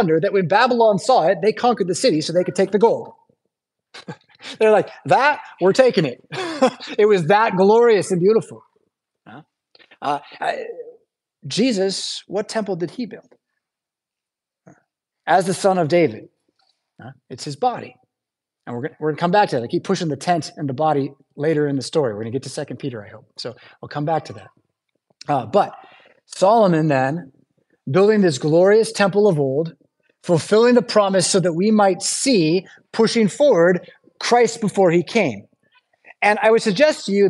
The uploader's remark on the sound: Preached at St Paul Lutheran Church , Rockford, Illinois on January 21st, 2023.